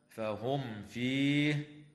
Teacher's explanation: وتظهر الميم الساكنة عند الفاء